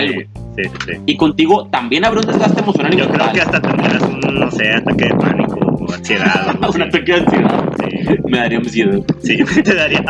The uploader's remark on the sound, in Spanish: Una disculpa por los sonidos ambientales